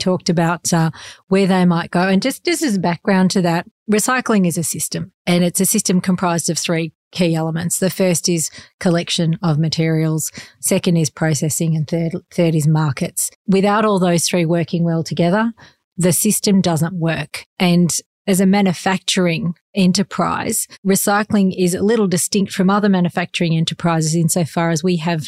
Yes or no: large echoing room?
no